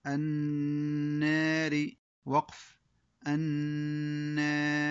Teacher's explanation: ثم تأتي ذوات الراء حيث يوقف عليها بالتقليل